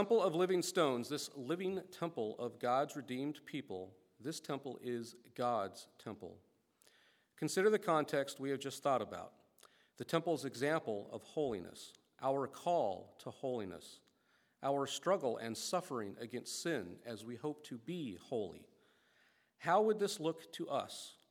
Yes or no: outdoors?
no